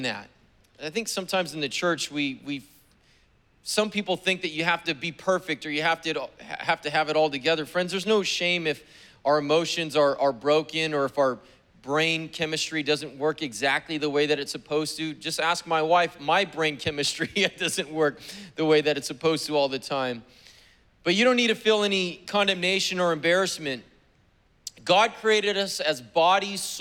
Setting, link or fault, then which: setting, large echoing room